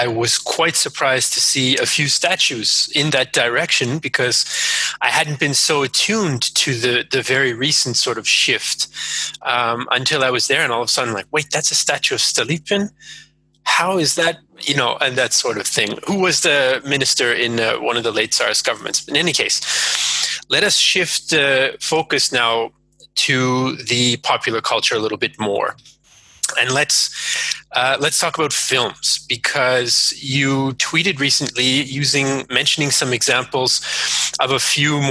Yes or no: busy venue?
no